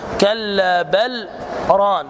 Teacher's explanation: فإننا نقرأ هكذا: كلا بل ران، بسكتة لطيفة بدون تنفس. يعني لا تقول كلا بل ران، هذا خطأ.